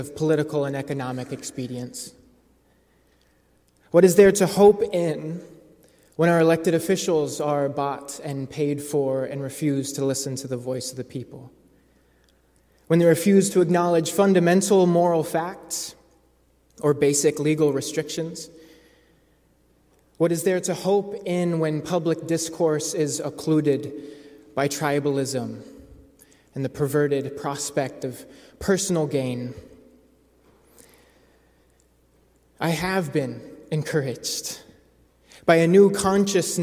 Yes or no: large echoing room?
yes